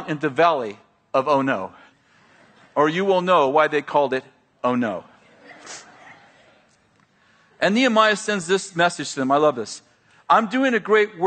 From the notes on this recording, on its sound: at Bethel Church in Redding, CA